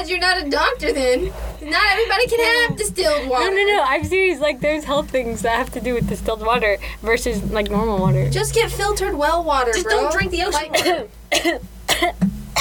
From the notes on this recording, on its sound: apologies for the weird fuzzy sound